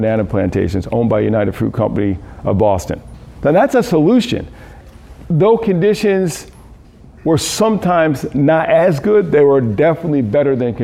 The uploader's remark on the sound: excerpt from a Key Note delivered at a Food Justice Symposium, March 30, 2019, Phillips Academy Andover, Massachusetts